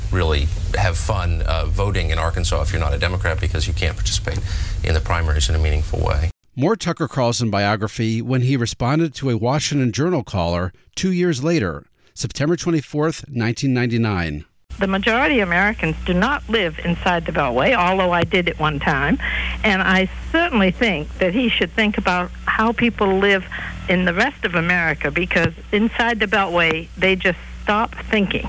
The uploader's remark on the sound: Taking audience calls.